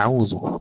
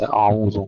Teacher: نرقق الكلمة كلها، أعوذ ليس أعوذ مثلا، نرقق الهمزة والعين والذال · Shown in: first take